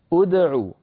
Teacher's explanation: نرى على اللوحة حركة همزة الوصل عند البدء بالفعل، تضم همزة الوصل عند البدء بالفعل إن كان الحرف الثالث منه مضموما ضما لازما، وهذه الأمثلة أمامنا نحو أركض، لاحظوا بأن الكاف مضمومة فبدأنا بهمزة مضمومة، أركض، أدعو بدأنا بهمزة مضمومة لأن العين مضمومة